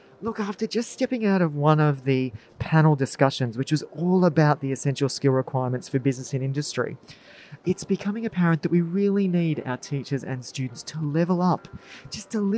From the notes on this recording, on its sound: on location at EduTECH 2022